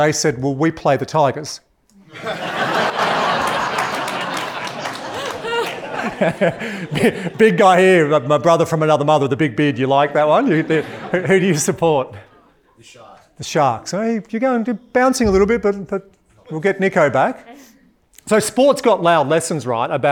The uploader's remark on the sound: In this episode that was recorded at a live event